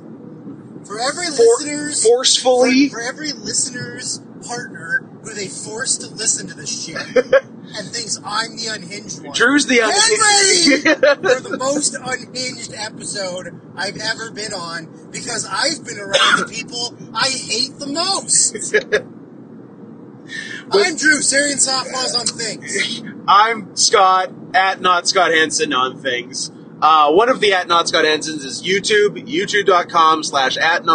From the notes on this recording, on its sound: Speaking into the same phone in a moving car.